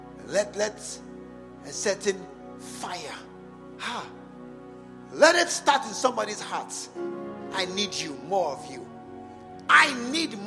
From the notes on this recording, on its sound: An inspiring message preached at the SAT service, True Vine Cathedral, Bantama